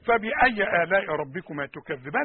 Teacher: لازم تطلع لسانك في الذال، والذال دائما احنا قلنا مرقق